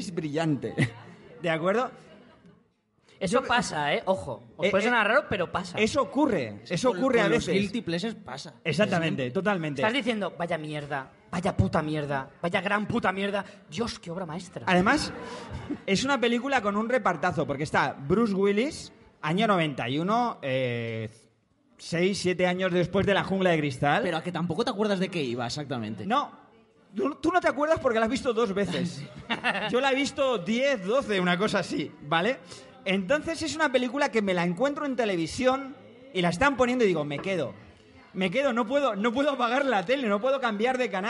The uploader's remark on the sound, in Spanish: Podcast en directo desde la primera edición de las Chulapod de Madrid.